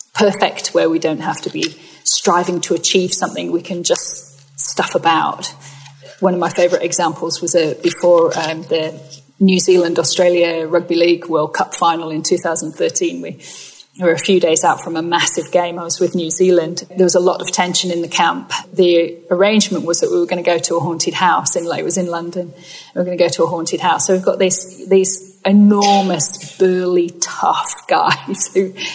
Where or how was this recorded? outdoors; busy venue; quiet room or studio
busy venue